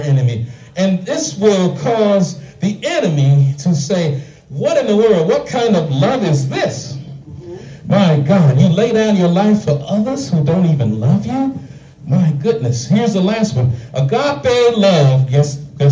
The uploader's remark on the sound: shared this message live at the Island Nursing and Rehab’ Center in Farmingville, NY on 1/14/24